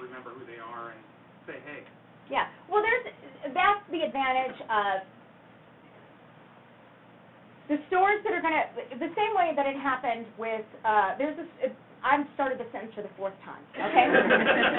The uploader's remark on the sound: Visited Illusive Comics and Games for an afternoon. This is a live recording of a portion of the event, with no editing or even really any audio tinkering at all, because we're rubbish at that.